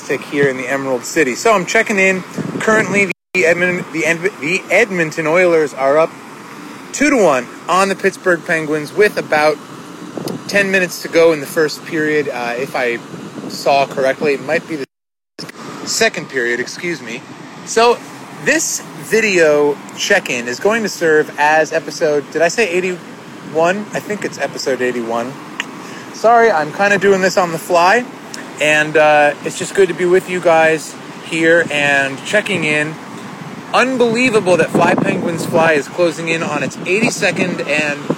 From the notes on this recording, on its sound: Seattle Work Trip #4. The audio is a little suspect here, as I was standing amidst the buffeting downtown winds directly at the base of the Space Needle in Seattle, WA.